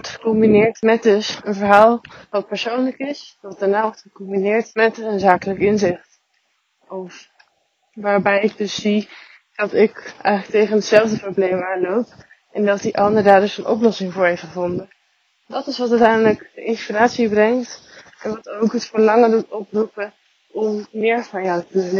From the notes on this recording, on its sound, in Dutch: Mijn excuses voor het geluid. Het is niet al te best.